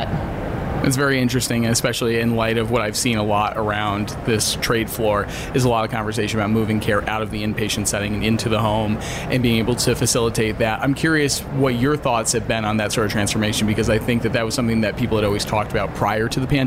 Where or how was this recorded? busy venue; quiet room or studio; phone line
busy venue